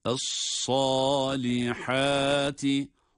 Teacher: Sad kalın ama hâ ince değil mi?